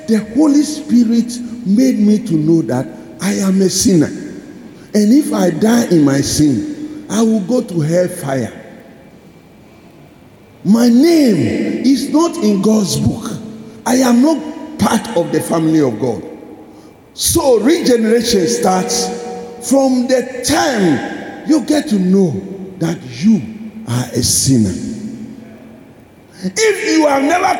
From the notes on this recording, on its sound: Sermon preached at CBC Shiashie Campus.